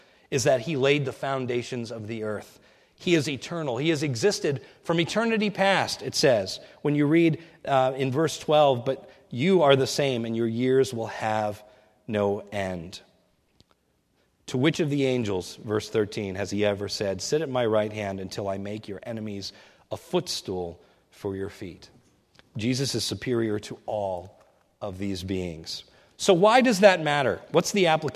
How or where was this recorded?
large echoing room